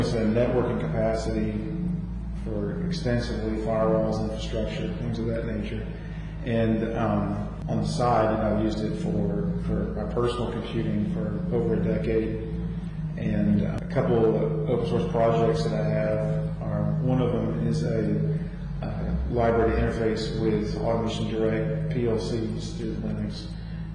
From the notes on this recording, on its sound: interviews that were recorded at the Linux Fest Northwest took place on April 28 and 29, 2012